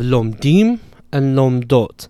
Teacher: when I add the plural suffixes, the stress moves to the end